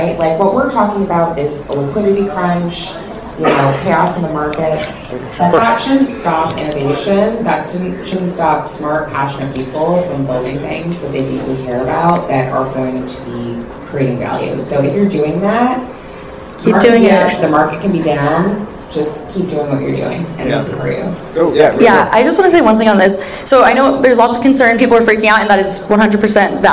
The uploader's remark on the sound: a VC panel discussion from the Established Lounge at SXSW 2023 in Austin